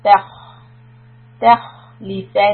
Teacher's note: لَيَسْ And then تَخْ تَ is soft. خَ is heavy. Raise the back of the tongue for خَ سُكُن. تَخْ تَخْلِفَنَّهُمْ Noon Shadda, hold two counts.